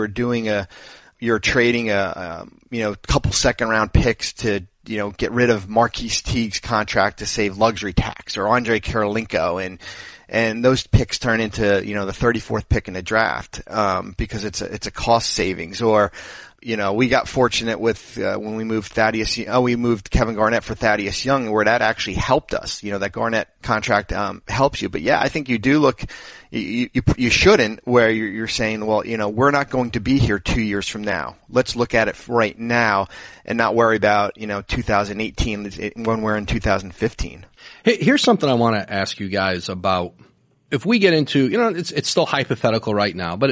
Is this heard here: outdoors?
no